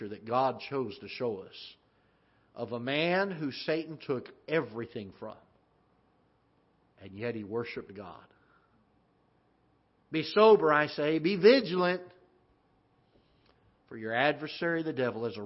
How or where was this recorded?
large echoing room